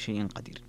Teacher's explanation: شيء فيها كذلك، فيها مد اللين المهموز، وفيها كذلك السكت اللي حمزة، وإذا وقف عليها صارت شيء بالإدغام.